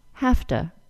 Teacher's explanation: the V sound is changed to an F sound. The next most obvious change is that the vowel in the word to is reduced to schwa. · the vowel in the word to is reduced to schwa. This allows to sound like ta.